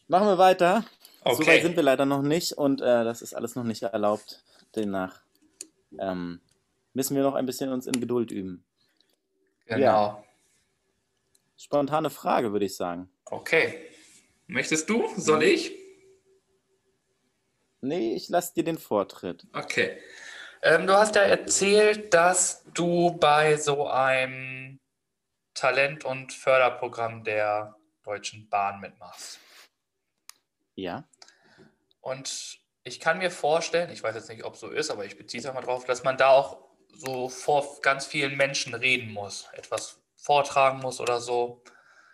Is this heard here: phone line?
no